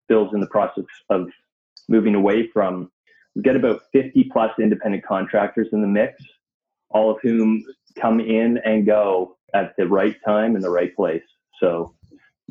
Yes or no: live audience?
no